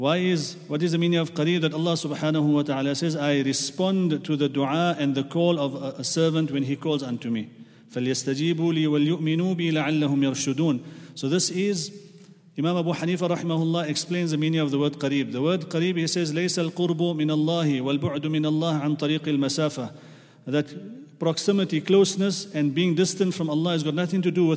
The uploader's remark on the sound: at the Houghton Masjid (West Street)